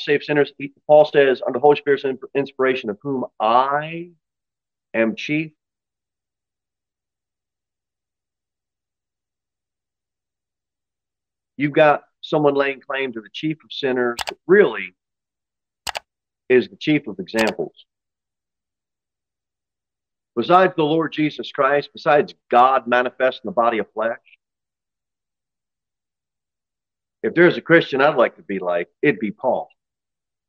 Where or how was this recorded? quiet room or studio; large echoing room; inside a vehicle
large echoing room